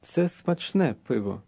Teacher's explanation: The word beer ends in an O, though it may sound like an A.